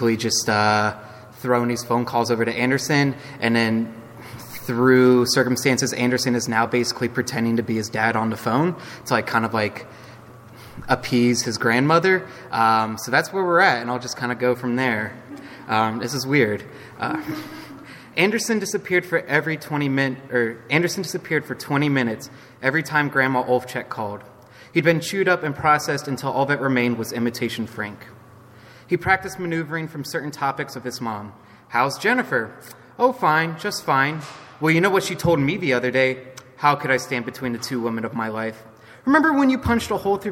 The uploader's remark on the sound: … Release Party: Live from the McKnight Center At WSU